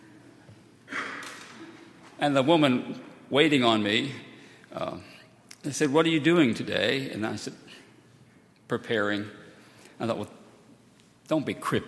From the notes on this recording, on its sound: Sunday, July 15, 2018, at Highland Baptist Church